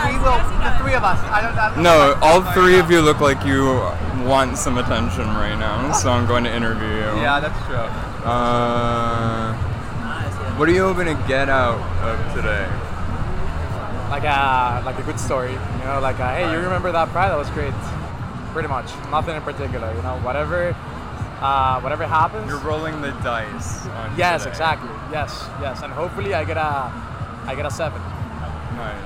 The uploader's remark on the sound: In this first experimental episode of the pod, I go out and interview the gay denizens of Washington Square Park on the day of Pride 2022.